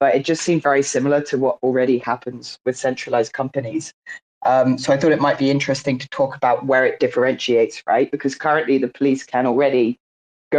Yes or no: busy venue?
no